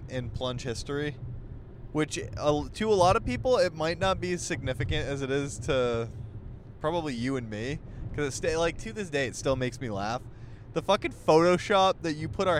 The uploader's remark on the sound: Car ride convos live from the road on their way to the Inner Circle Meetup.